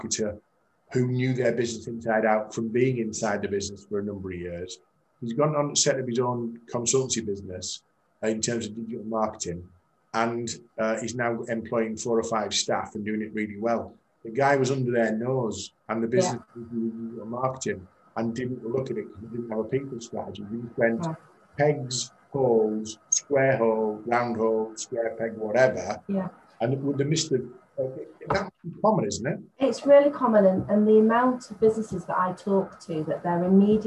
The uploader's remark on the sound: Warning & Apology - Sound Quality Not to Usual Impact Sessions Podcast Quality.